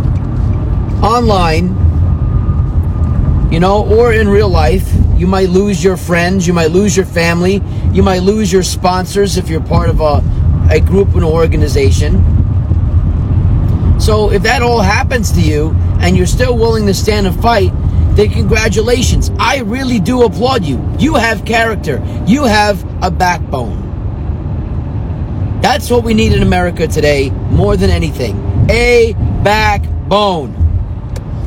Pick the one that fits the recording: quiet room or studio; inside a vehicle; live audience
inside a vehicle